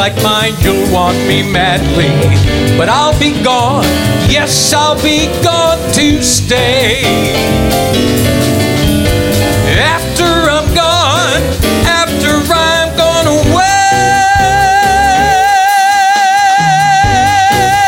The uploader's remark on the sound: Live at the SouthPoint Casino.